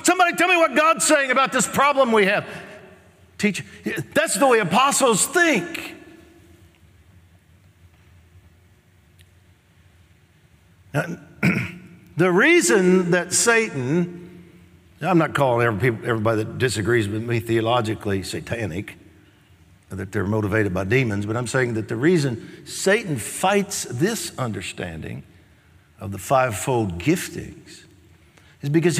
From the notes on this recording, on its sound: Recorded live on 7/19/20